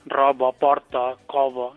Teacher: una característica és l'harmonia vocàlica de les os àtones, per exemple, en cas de robo, porto, cobo, Això a nosaltres sí que ens diferencia moltes vegades d'altres parlants, sobretot perquè ho fem més exagerat, L'harmonia vocàlica, robo, sí, sí.